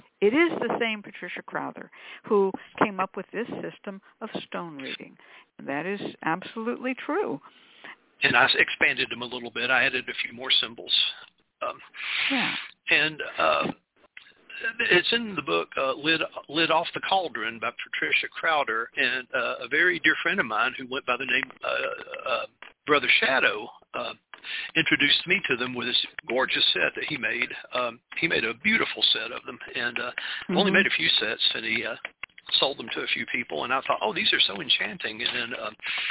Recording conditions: phone line